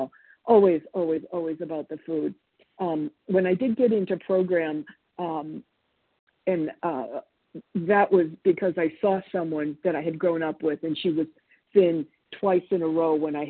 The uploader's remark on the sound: 100 Pounders Phone Meeting